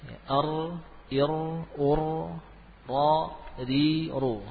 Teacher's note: kita apa beri sifat khusus pada ra, yaitu sifat bergetar pada ujung lidah